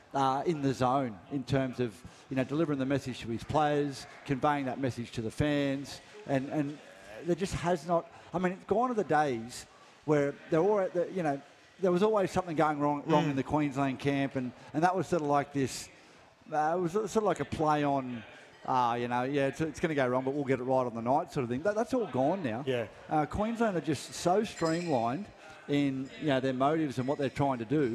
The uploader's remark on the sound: Live from The Sporting Globe in Logan